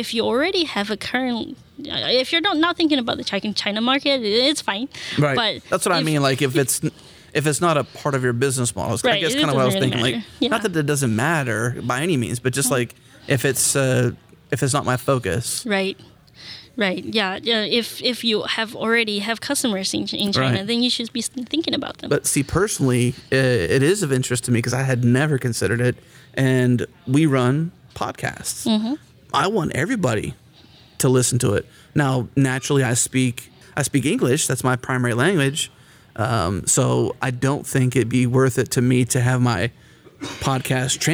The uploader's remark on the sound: Recorded at Node Interactive 2016.